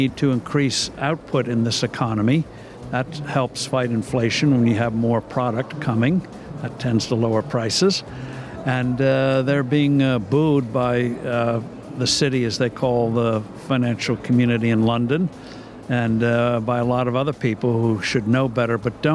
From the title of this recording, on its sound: Live from IGCF 2022